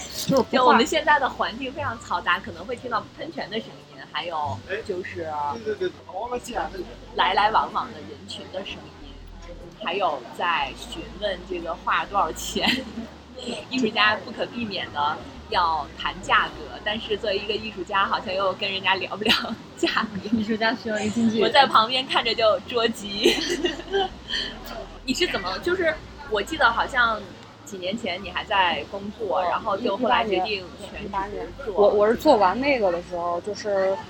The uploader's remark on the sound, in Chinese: 本期节目录制于大艺术家市集的户外现场，噪音、不时被顾客打断、不同的朋友突然到访，都让本期节目不可预测。